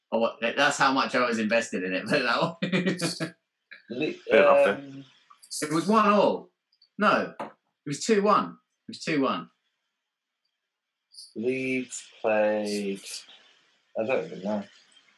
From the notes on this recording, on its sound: The Football Humans are back on Zoom